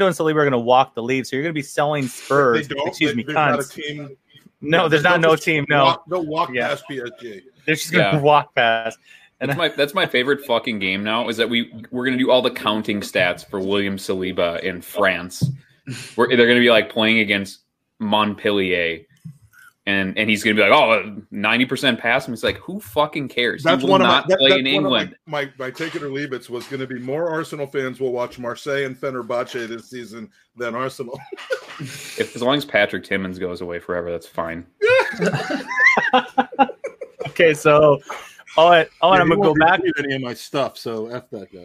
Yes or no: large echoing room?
no